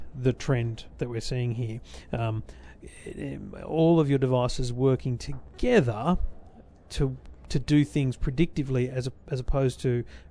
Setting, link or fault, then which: setting, busy venue